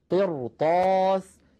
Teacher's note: لاحظوا هذه الراء أيضا ساكنة قبلها مكسور بعدها حرف استعلاء وهو الطاء غير مكسور الطاء، فلذلك نفخمها